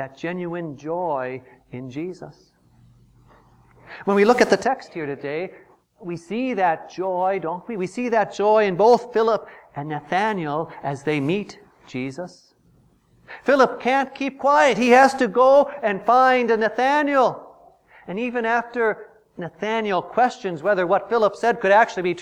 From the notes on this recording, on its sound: Preached on January 18, 2015, for the Second Sunday after Epiphany, at St. John's Ev.